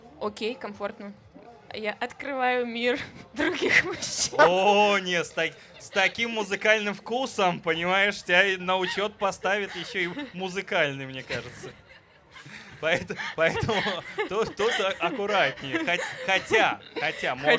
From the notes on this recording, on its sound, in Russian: бонусный выпуск подкаста, который мы записали на фестивале Vulitsa Ezha